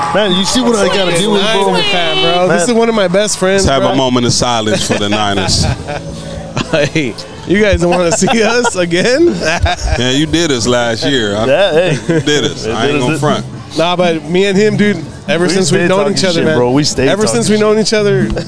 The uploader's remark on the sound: live from Beer Fest '23 at The Moon Rock in Harlingen, Tx.